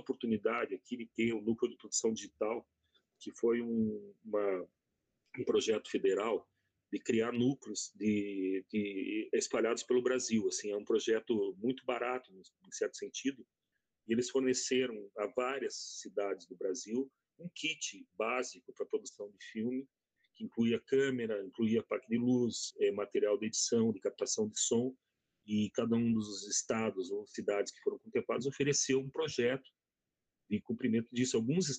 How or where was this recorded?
video call